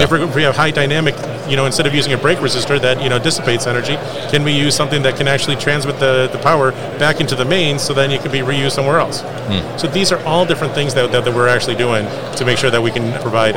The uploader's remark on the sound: Live from ProMat 2023